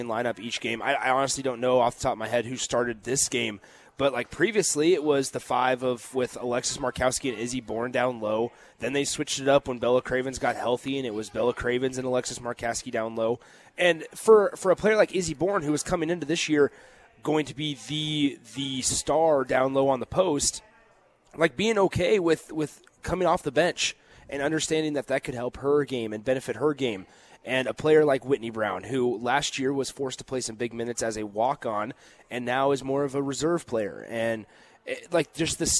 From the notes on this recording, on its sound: Live from the Upside Bar and Lounge